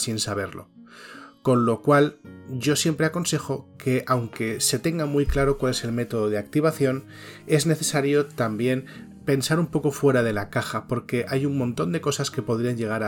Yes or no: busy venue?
no